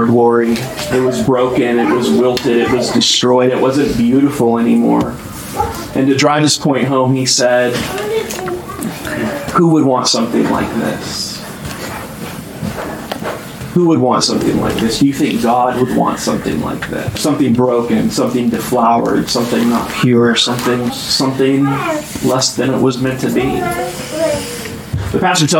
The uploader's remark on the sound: Sorry for the bad audio quality on this episode